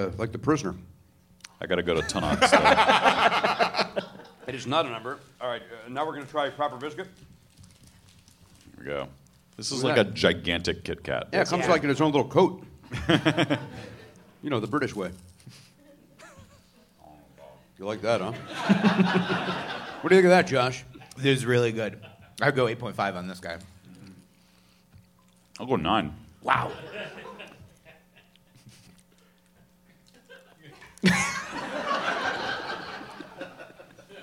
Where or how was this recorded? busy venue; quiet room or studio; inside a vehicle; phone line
busy venue